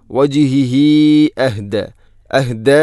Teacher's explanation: ഹ ഉള്ളമീറിന് ശേഷം ഹംസ വന്നാൽ മദ് മുൻഫസ്സിൽ പോലെ നീട്ടണം, നാലോ അഞ്ചോ ഹർക്കത്തിന് തുല്യമായിട്ട് · Term: സിലത്തു തൊവീല